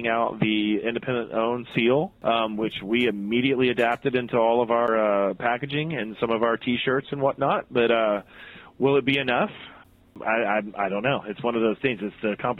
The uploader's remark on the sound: Had the chance to talk to him on the phone.